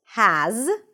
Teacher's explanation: there is a z sound at the end, even though it's spelled with an S, it's a Z.